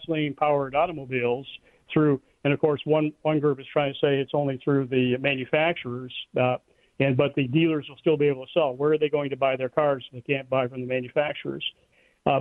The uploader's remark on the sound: We play Rants and take phone calls. Clips from the BBC.